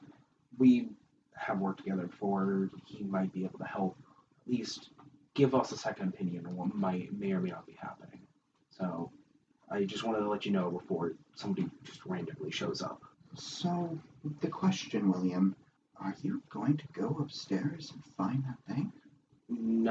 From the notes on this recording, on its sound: Apologies for the sound quality. We are in the midst of migrating equipment and hope to have better production soon.